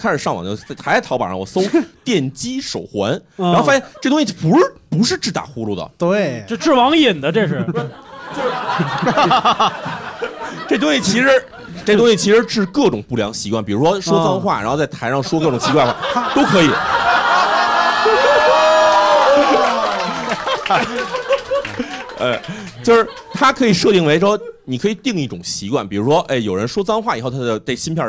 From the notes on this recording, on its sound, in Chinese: 混入现场观众。一边作为观众现场观摩谐聊录制，一边积极举手插话。现场效果炸裂，圆满完成一场宾主尽欢的线下会晤。